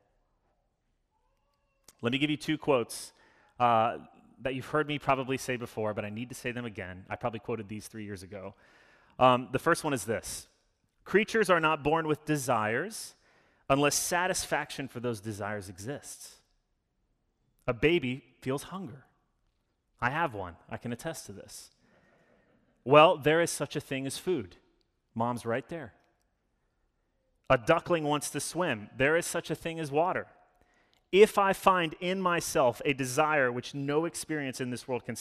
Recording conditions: large echoing room